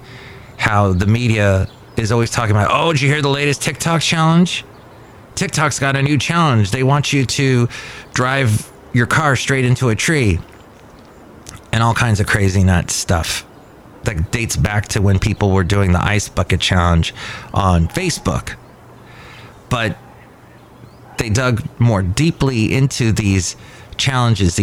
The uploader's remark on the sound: Podcasts live from Cafe Anyway.